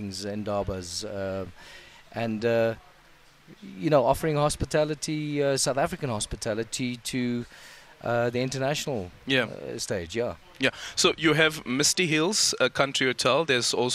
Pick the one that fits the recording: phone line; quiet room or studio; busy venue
busy venue